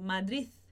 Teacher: Mas você solta um sonzinho como se fosse um S. Como se fosse um S de quem tem a língua presa · Term: regionalismo